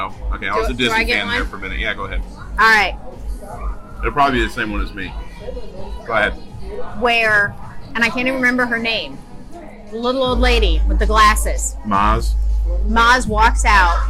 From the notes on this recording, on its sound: WDW Parkhoppers LIVE coming to you from Splitsville at Disney Springs